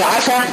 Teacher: اقصى لسان هيبقى مستفل وبقيت لسان واصل نازل لقاع الفم، لكن المخرج واحد · Term: السين